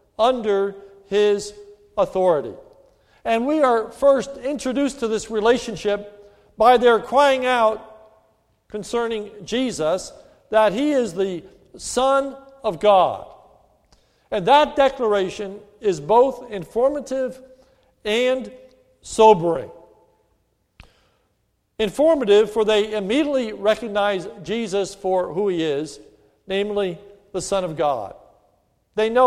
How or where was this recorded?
large echoing room